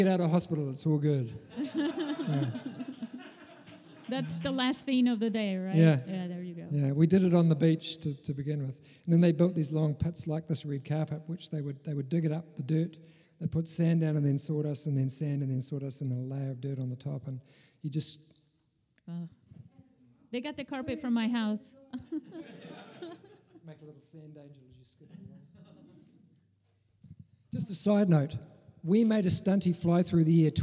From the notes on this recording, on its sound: Special Presentation IMFF in San Diego. Episode 145 is a bit of a first bringing you a part of our in-person film festival.